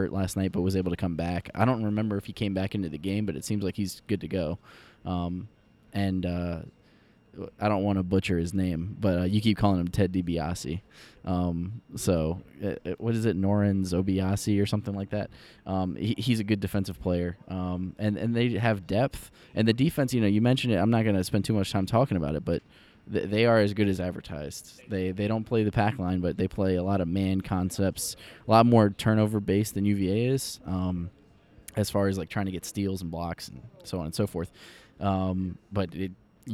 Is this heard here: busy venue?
yes